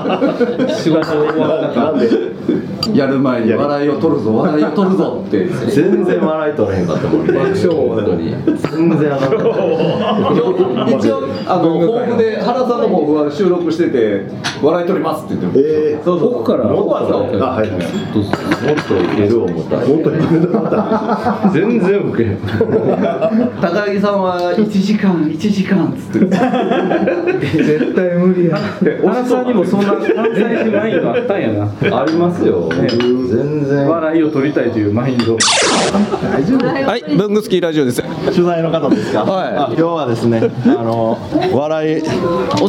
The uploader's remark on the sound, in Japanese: 東急ハンズさんの会員向けイベント「文具祭り2019」が2月24日に開催されました。午前の部が終わったあと、ランチを食べに行ったついでにランチしながら収録をさせてもらいました。ブングスキーラジオ始まって以来の登場人物の多さです。